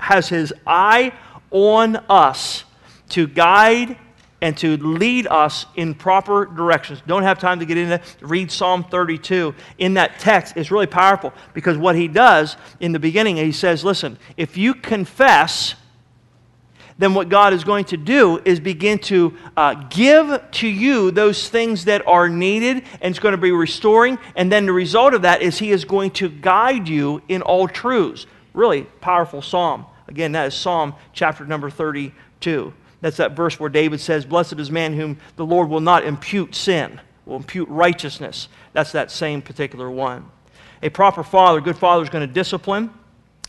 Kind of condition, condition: setting, large echoing room